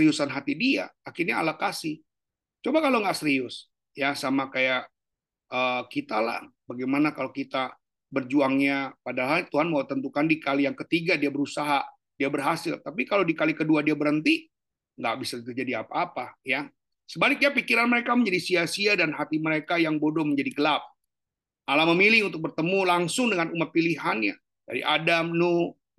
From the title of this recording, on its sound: Zoominar